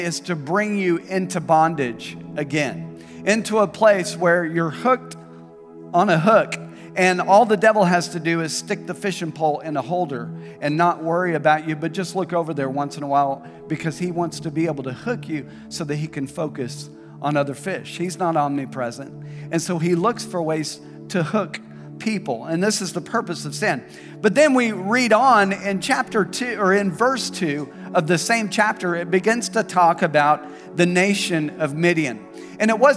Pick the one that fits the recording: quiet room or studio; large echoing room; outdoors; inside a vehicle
large echoing room